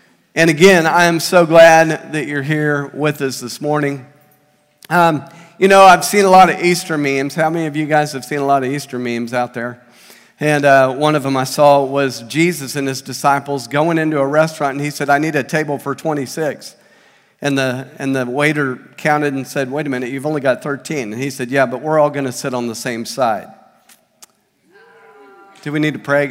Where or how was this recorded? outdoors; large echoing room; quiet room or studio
large echoing room